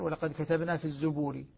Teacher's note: قرأ حمزة رحمه الله من دون القراء جميعا كلمة الزبور بضم الزاي